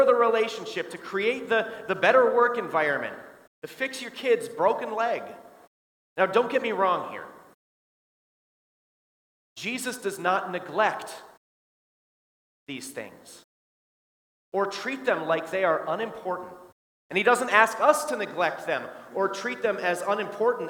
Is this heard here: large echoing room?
yes